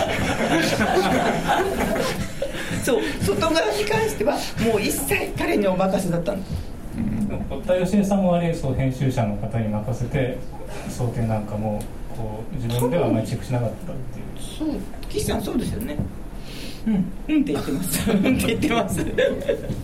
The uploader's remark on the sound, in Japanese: 三省堂書店池袋本店4階にて行われた